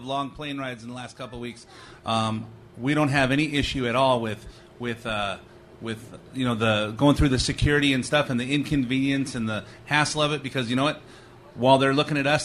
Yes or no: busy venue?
yes